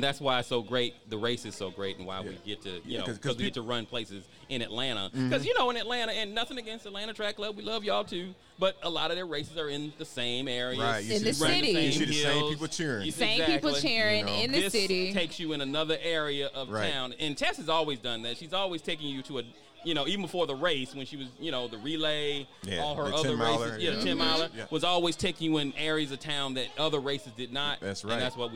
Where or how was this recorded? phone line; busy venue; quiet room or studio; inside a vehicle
busy venue